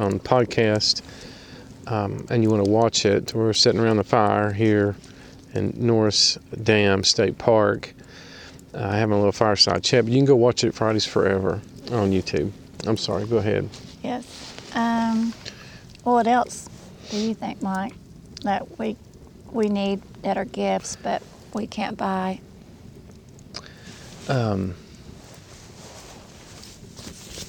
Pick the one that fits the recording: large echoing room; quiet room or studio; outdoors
outdoors